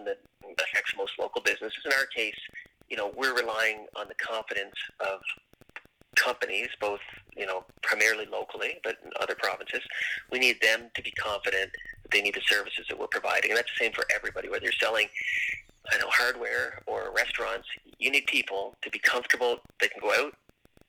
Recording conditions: phone line